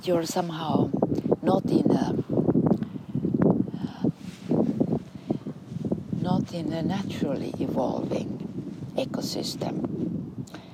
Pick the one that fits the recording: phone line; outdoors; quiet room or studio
outdoors